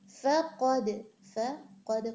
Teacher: قاف هيفي دال پر قلقلة